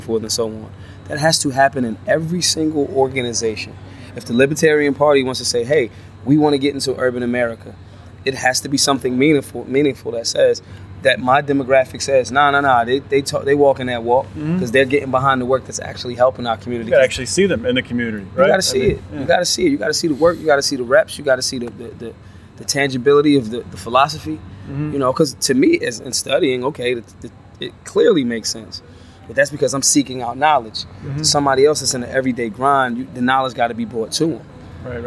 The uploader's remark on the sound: Live from the LNC